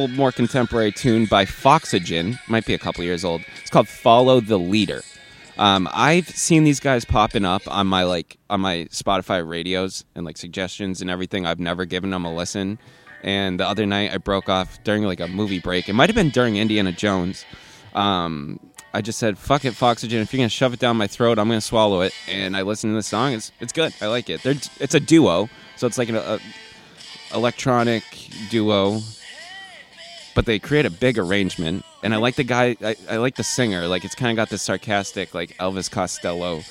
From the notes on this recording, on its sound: OUTSIDE EPISODE.